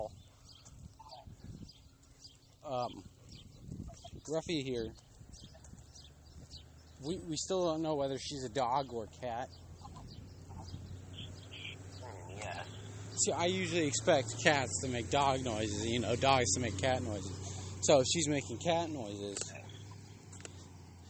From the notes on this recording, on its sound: Here we walk and talk